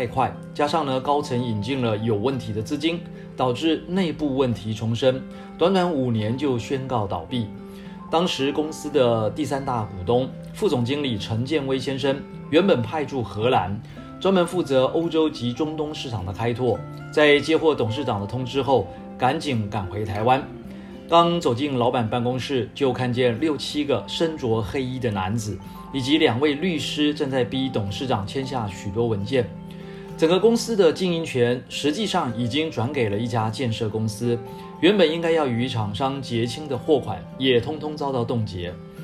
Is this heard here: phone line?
no